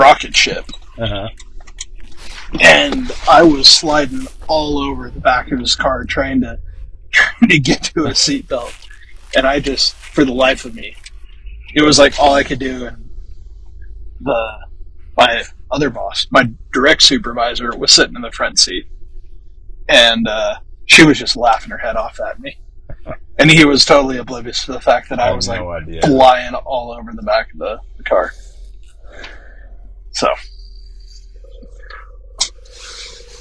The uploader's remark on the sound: The audio in this episode is less than amazing.